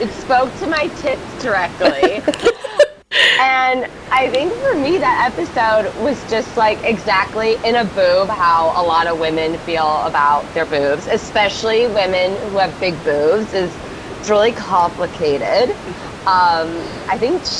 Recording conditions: background noise